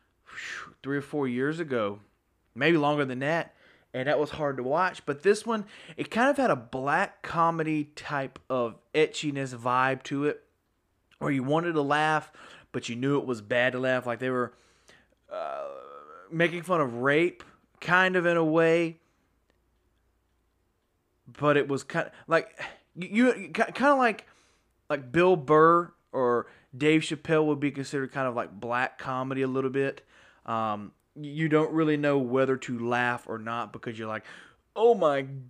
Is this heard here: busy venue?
no